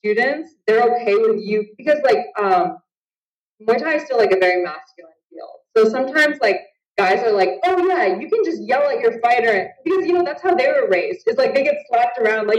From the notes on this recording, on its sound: skype call